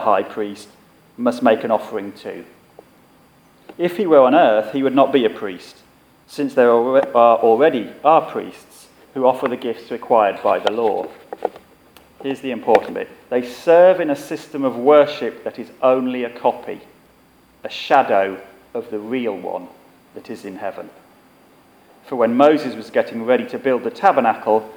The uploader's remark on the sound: Our sermon from the 9am service on Sunday 28 th May 2017